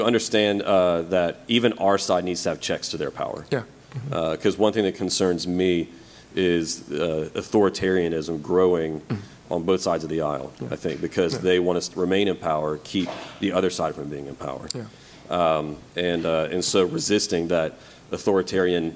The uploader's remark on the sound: We recently got to do a live Q&A at my church. I got to receive questions submitted from our congregation.